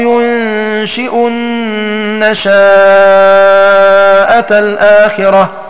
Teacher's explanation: لفظ النشاءة بتحريك الشين أي فتحها ومدها أي إثبات ألف بعدها، ويكون المد حينئذ من نوع المتصل، وقد وقع هذا اللفظ في ثلاثة مواضع.